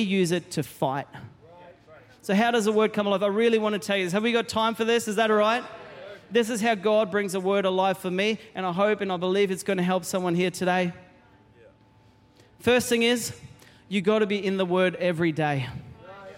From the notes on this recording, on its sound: Recorded during our 9am service